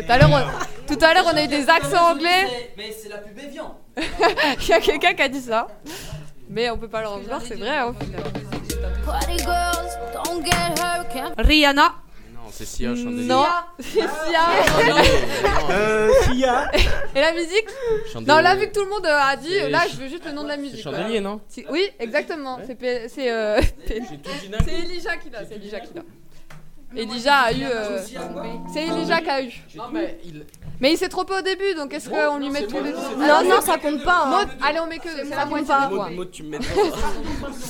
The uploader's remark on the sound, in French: A l'occasion, des portes ouvertes du lycée, nous avons enregistrer une émission un peu spécial.